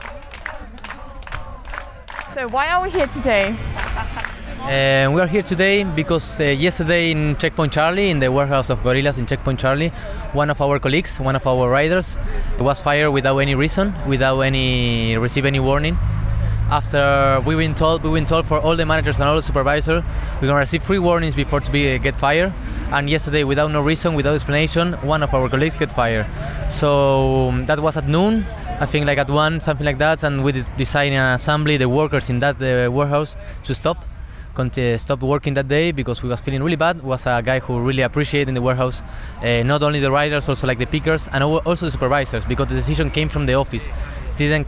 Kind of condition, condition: setting, outdoors